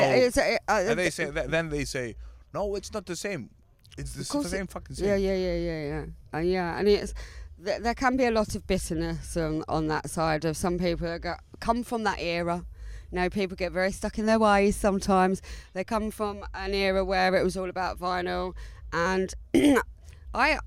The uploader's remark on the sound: Interview at Brighton Music Conference. Recorded live for istreem.tv.